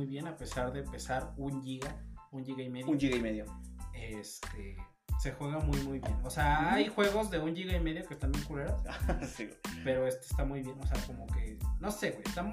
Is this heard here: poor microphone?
yes